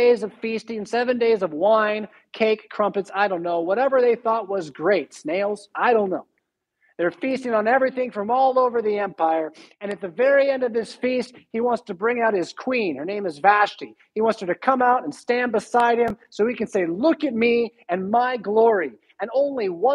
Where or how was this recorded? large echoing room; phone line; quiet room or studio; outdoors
large echoing room